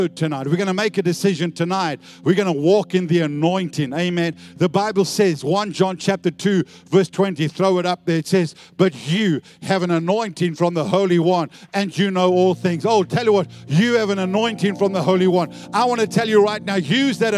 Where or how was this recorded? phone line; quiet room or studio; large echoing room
large echoing room